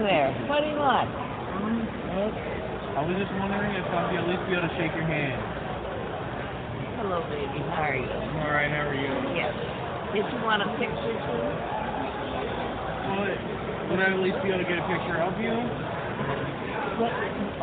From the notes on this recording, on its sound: Recorded April 2015 at The Great Philadelphia Comic-Con.